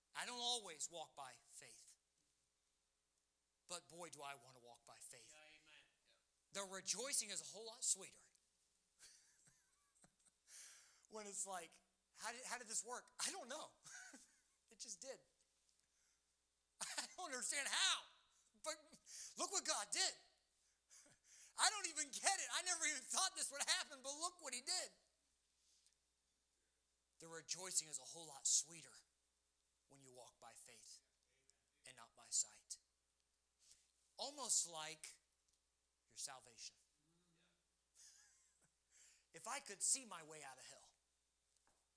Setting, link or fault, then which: setting, large echoing room